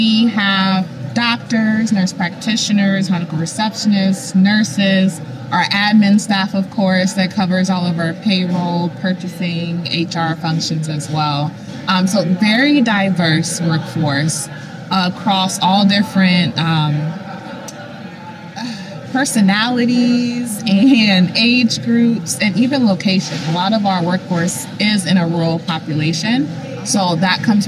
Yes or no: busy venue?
yes